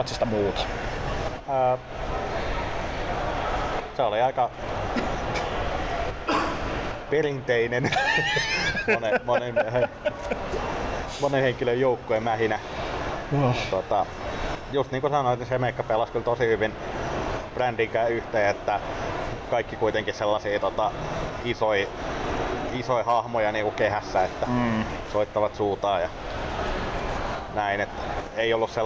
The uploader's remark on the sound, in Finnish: FCF Ropecon 2023. Pahoittelemme äänitteen taustahälyä.